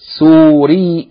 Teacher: Suriya, with long vowel, short vowel, long vowel.